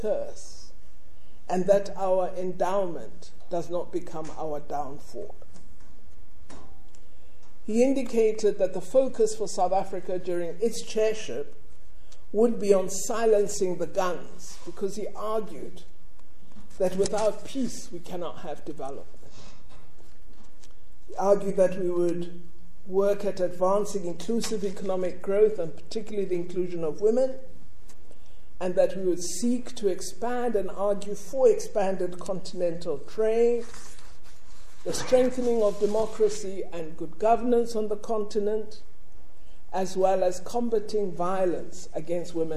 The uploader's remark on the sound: delivered a Public Lecture at UCT